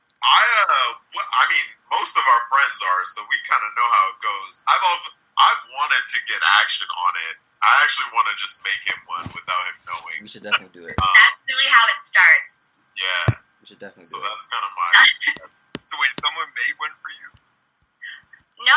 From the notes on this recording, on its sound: We had some audio issues